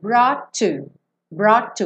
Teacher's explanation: Como um T só, não quica no T.